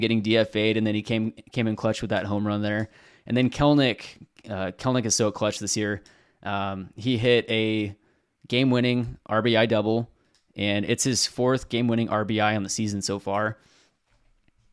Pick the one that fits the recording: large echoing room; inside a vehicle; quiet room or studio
quiet room or studio